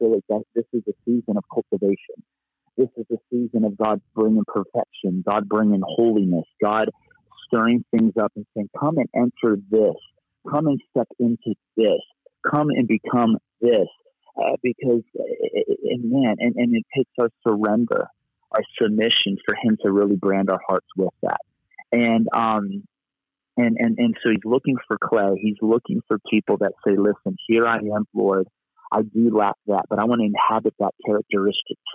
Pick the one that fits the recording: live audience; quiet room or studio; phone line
phone line